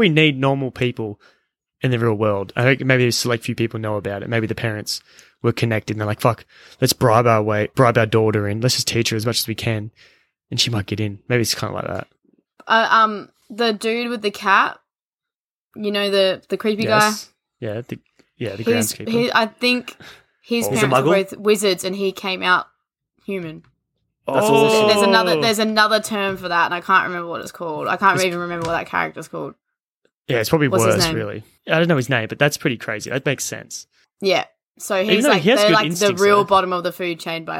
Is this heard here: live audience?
no